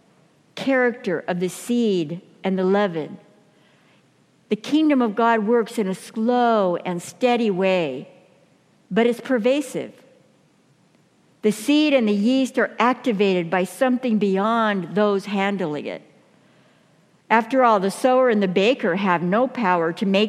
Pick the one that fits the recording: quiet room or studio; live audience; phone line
live audience